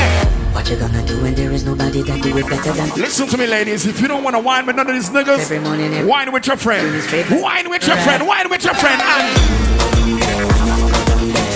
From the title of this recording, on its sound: Big Vibes Tuesdays 12/27/22 (LIVE AUDIO)